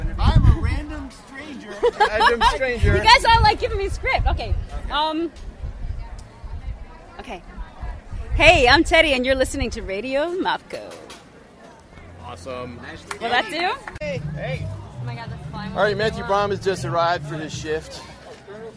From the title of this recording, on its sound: The Italian Festival 2016 in front of the New Performance Space!